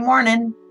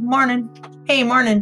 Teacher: And you drop the G.